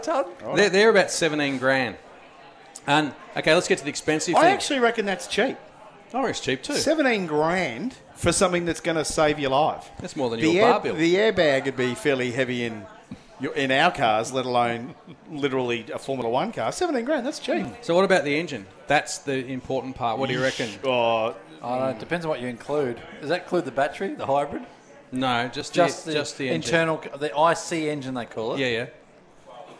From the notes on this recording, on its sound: We are live from Bells Hotel in the heart of South Melbourne a stones throw away from the AGP circuit.